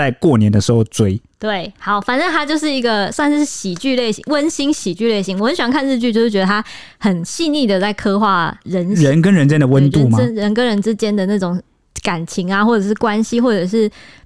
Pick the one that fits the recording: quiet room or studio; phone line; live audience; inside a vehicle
quiet room or studio